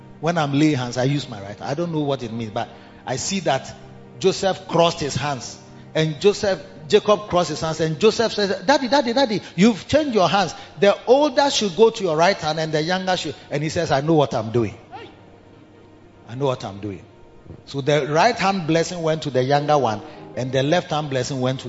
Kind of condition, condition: setting, large echoing room